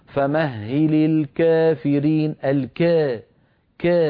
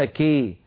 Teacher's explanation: الذي يفعله ورش ليس إمالة كبرى، هو أقرب إلى الألف، يسموها إمالة صغرى أو يسميها العلماء إمالة بين أي بين الفتح والإمالة الكبرى · Shown in: first take · أو يسمونه التقليل لأنه إمالة قليلة، قللها بما إيتي بإمالة قليلة، هكذا.